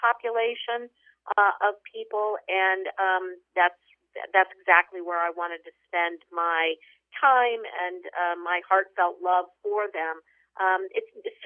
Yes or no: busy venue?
no